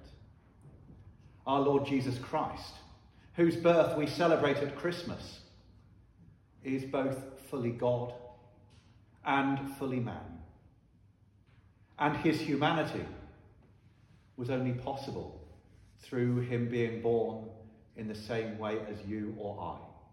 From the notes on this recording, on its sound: Sermon preached at Holy Trinity Church, Ystrad Mynach.